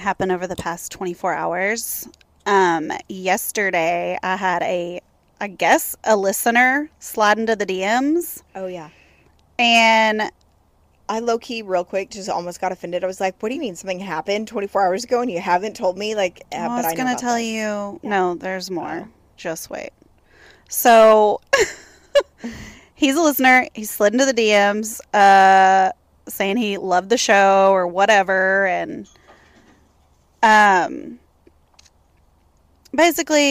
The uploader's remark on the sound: record on the patio